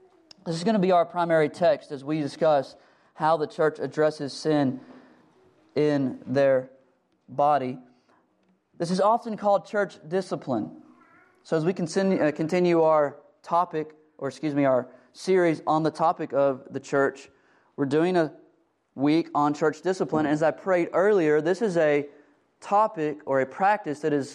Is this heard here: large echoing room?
yes